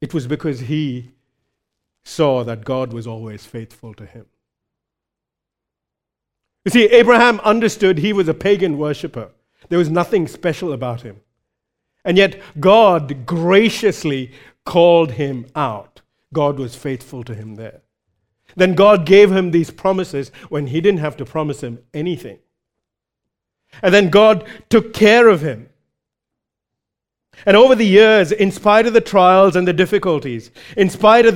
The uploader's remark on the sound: recorded live at Grace Community Bible Church